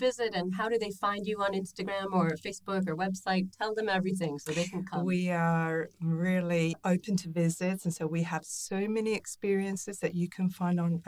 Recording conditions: busy venue